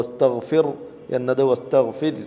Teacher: റായിൻ്റെ സുക്കൂനുള്ളത് കൊണ്ട് റായിൻ്റെ മുമ്പത്തെ കെസറ് മതി റായിന് തർക്കീഖ് കൊണ്ടുവരാൻ. അപ്പോൾ വസ്തഗ്ഫിർ എന്നത് വസ്തഗ്ഫിർ എന്ന തർക്കീഖിൻ്റെ ഉച്ചാരണം ആണ് അവിടെ വേണ്ടത്. · Term: റായിൻ്റെ തറക്കീഖ്